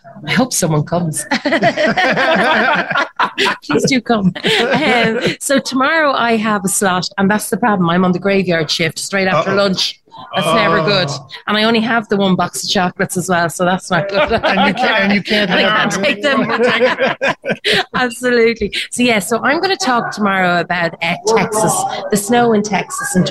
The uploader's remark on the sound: a live broadcast from the Continuity & Resilience Today (CRT) conference in Toronto